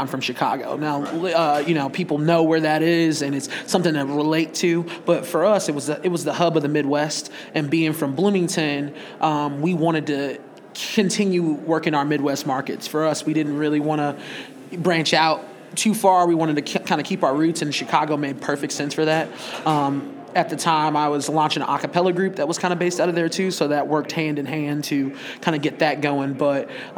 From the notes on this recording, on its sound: Recorded at SXSW 2016